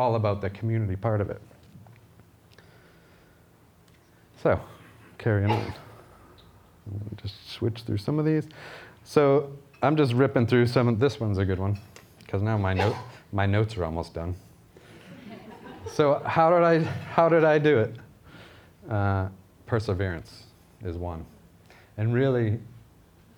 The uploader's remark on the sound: This was recorded at Vevolution Topics: Food Innovation 2018.